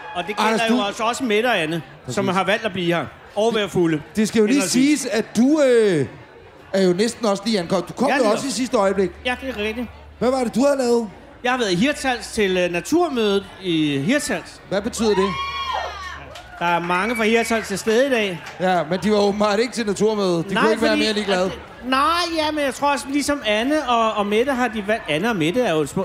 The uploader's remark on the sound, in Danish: Live fra Jelling